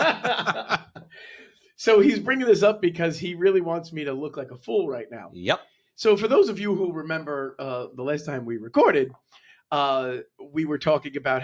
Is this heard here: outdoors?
no